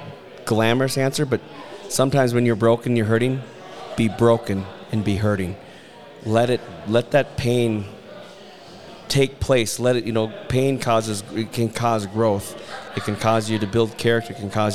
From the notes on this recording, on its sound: LIVE at FLY. Record on-site at the 2023 FLY Convention in front of a live audience. Attendees ask questions.